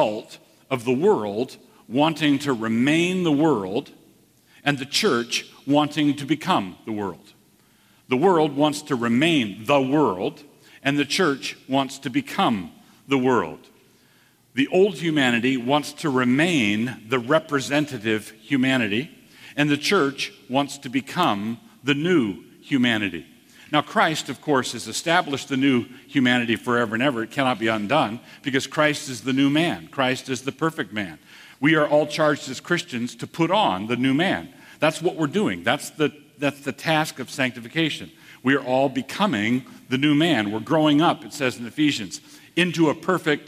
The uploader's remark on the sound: From the 2014 Clearnote Summer Conference.